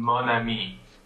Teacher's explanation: every time they have an on followed by a vowel, they actually drop the nasal and go to an open O